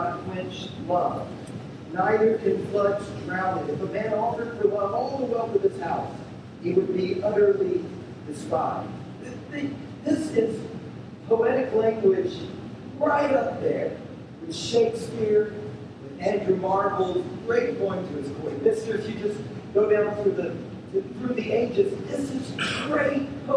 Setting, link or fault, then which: fault, poor sound quality